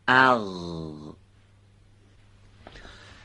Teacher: حرف دوم به صورت درشت و سایشی از انتهای حلق به تلفظ در میاد · Term: حرف غین